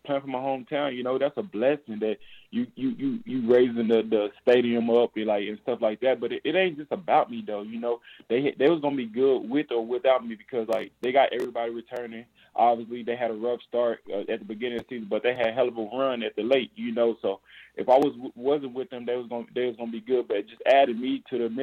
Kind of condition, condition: link, phone line